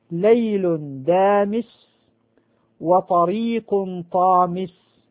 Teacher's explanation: هما من مخرج واحد، لأنه معروف أن الدال والطاء وأيضا التاء كلها من مخرج واحد